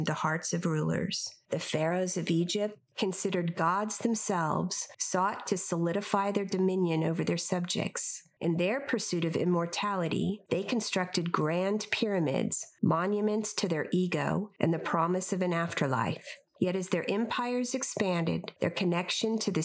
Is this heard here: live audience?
no